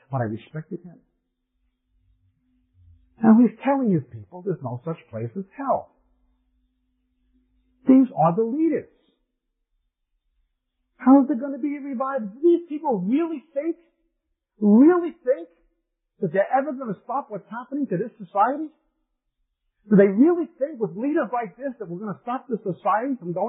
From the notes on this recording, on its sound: We apologize for the quality of this recording. It was from the 1990's to 2000's when audio recording was not as good as it is today.